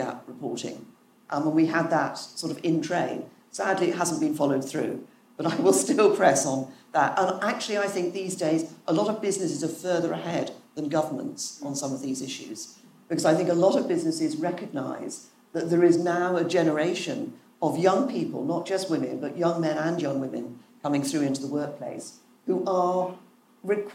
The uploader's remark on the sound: A recording from a live Global Institute for Women’s Leadership event held in London in the week of International Women’s Day, in partnership with Ipsos UK.